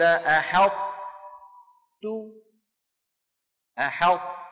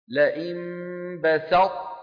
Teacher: كانت العرب تدغم الطاء في التاء في مثل هذا، ولكن تبقي صفة الإطباق ظاهرة